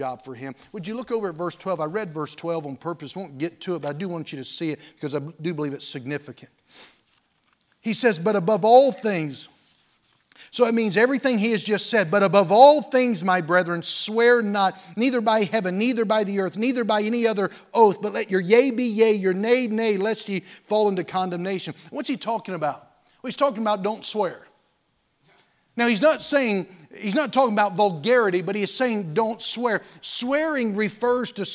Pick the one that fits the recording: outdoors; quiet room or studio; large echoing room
large echoing room